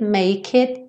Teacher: o make, como o E final não é pronunciado, você já junta no it